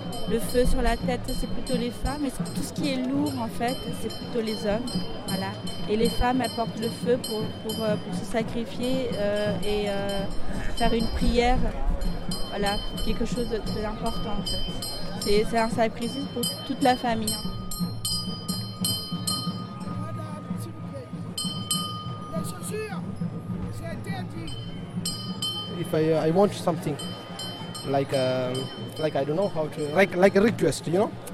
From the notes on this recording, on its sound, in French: A Paris, la communauté hindoue le célèbre via une grande procession bigarrée qui traverse les rues et les ruelles du quartier de la Chapelle, dans le 18e arrondissement. J’ai plongé au cœur de la fête avec mon microphone.